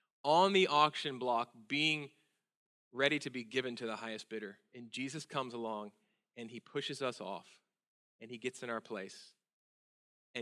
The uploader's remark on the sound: at Sojourn Galleria Church on Sunday, June 3, 2018